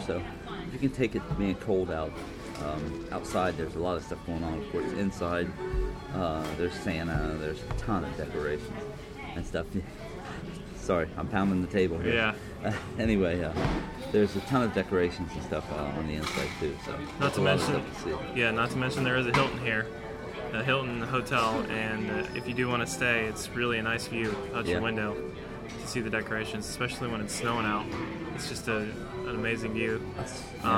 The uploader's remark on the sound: This week we spent some time recording live audio at Easton Town Center on the east side of Columbus, Ohio. Listen to many live segments as we discuss movies at the AMC, Christmas atmosphere, food, and fun.